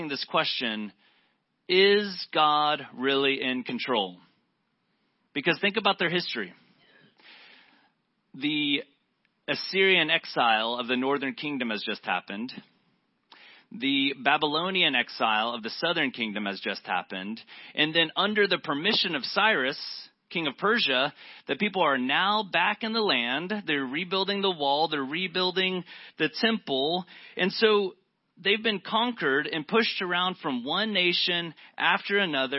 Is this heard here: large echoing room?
yes